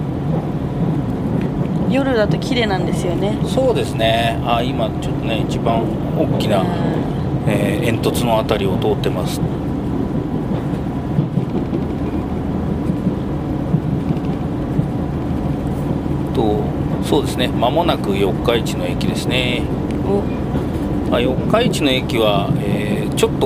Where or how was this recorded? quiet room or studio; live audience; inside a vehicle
inside a vehicle